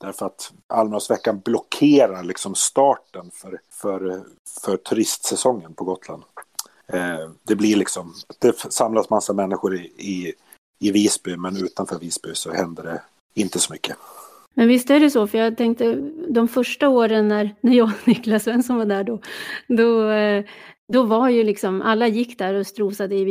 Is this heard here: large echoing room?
no